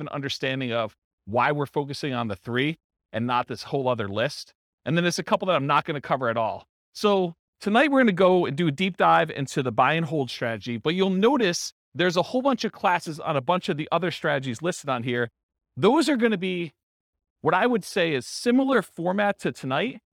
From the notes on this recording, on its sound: This was a live class recorded